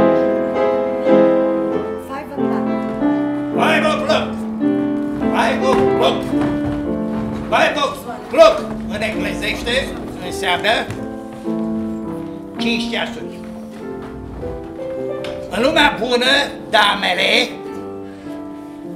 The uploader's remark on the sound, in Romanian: O secvență inedită în cadrul Seratei Eminescu, a oferit Teatrul NostruM, al UZPR. Înregistrare live din sala AGIR, București.